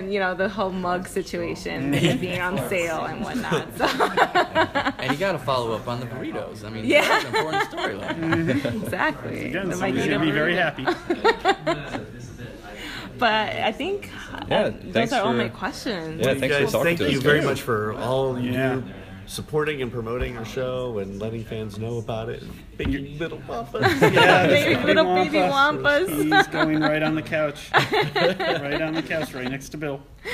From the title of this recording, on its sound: Interview at Celebration